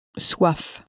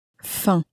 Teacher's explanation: the F on the end of soif was very clearly pronounced. But the M on the end of faim was not pronounced, at least not clearly.